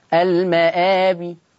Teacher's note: وقفت بالسكون مع القصر